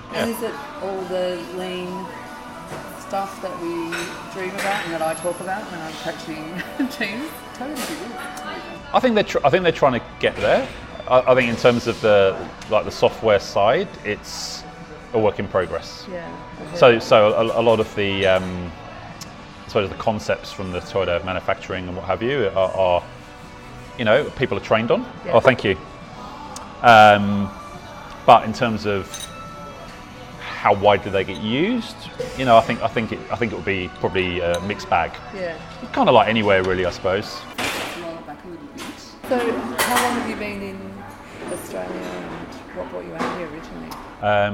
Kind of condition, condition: setting, busy venue